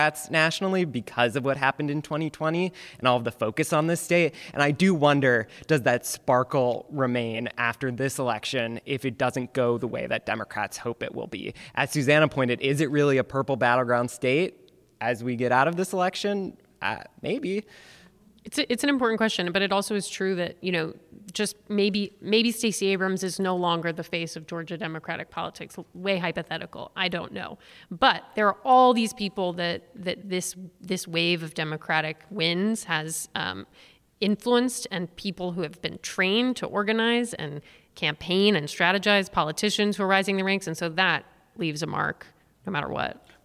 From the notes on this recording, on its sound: Live from the Atlanta University Center. Georgia Votes is live this week at the Woodruff Library at the Atlanta University Center where we hear from young voters. Joined on stage by Clark Atlanta University professor.